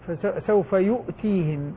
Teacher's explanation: الهمزة ساكنة شديدة فيها شدة القطع وليس فيها قلقلة